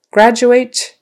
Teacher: that D in the middle of graduate is pronounced kind of like a J sound.